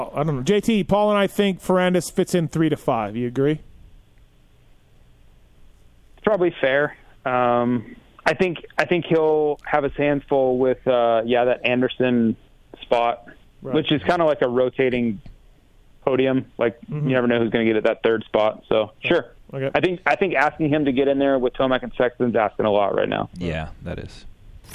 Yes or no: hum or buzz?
no